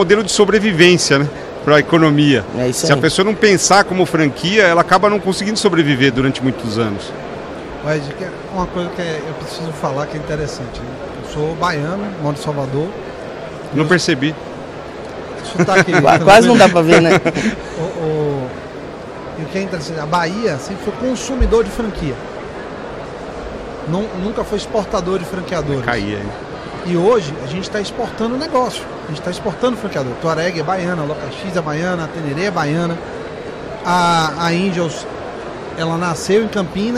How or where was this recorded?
busy venue